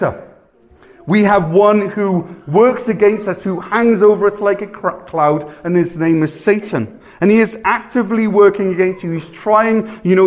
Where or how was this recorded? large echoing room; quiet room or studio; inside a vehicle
large echoing room